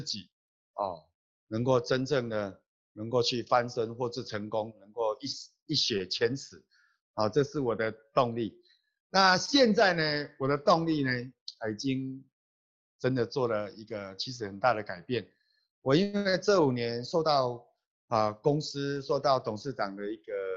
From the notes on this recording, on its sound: Check out our ninth Global Zoom Meeting Highlight.